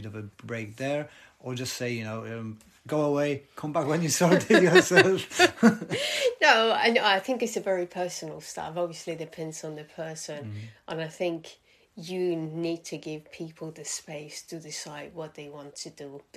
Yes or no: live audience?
no